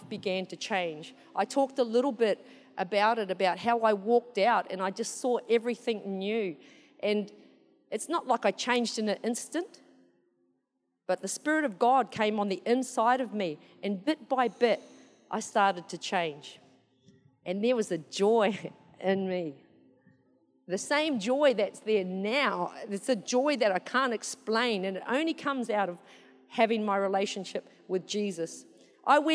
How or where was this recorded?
live audience